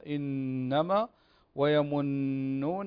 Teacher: فانتبه بارك الله فيك للنون المشددة واعلم أنها تغن بمقدار حركتين